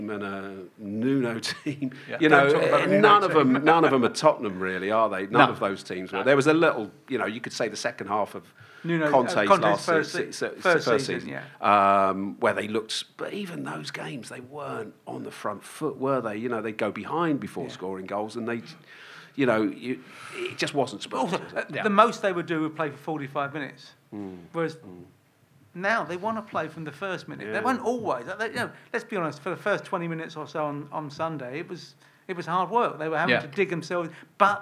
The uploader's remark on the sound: live at The Albany in Great Portland Street